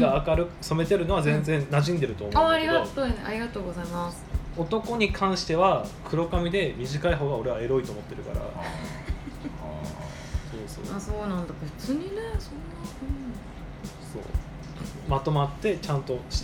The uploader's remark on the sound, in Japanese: 忘年会収録をしました。